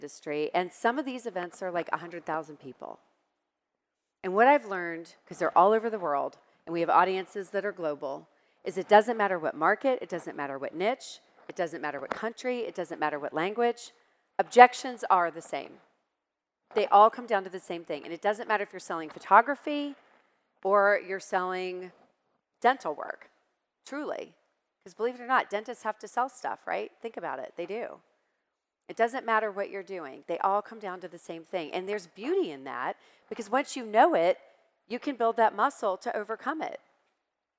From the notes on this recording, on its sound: My 3-Day event for boutique photographers, Go Boutique Live. Here’s part of her presentation from Go Boutique Live 2021.